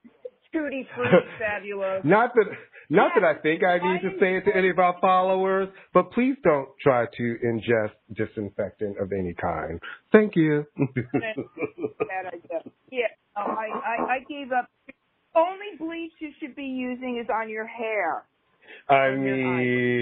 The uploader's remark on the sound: recorded via phone